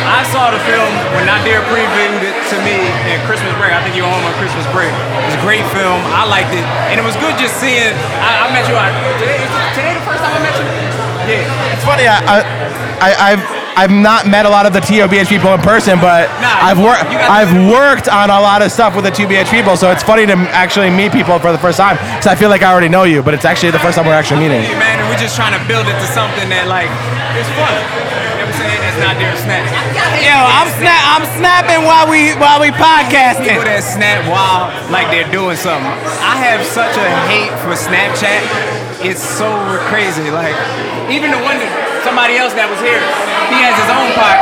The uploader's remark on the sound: LIVE at the TOBH Photoshoot Party. This event also doubled as the Philadelphia Premier for the movie Almost One.